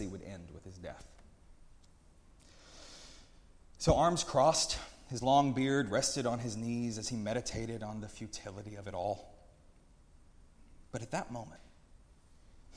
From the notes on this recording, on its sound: preached at Northminster Church on March 17, 2019